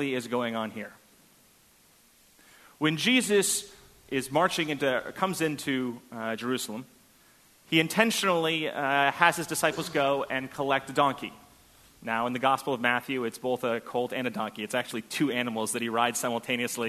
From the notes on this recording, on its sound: at First Congregational Church of Houston